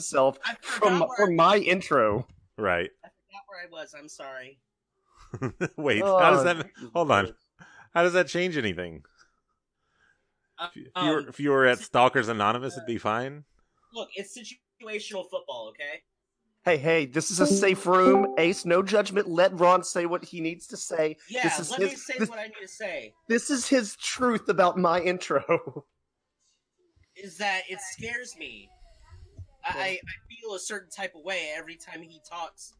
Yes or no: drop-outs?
yes